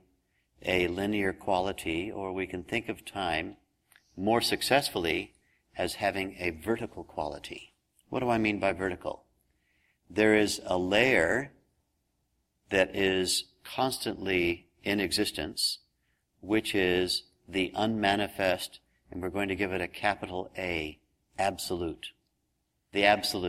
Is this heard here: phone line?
no